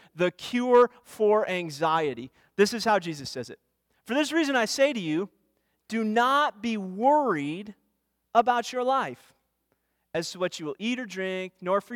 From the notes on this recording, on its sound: Weekly teaching audio brought to you by First Baptist Church, Darlington, WI.